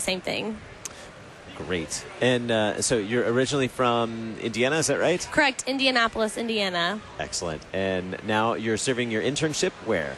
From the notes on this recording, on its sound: Live from the 2019 LCMS National Youth Gathering